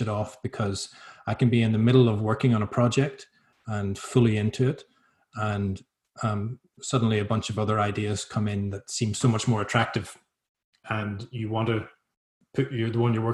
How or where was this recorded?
video call